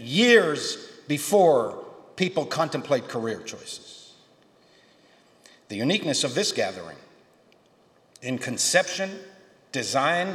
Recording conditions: live audience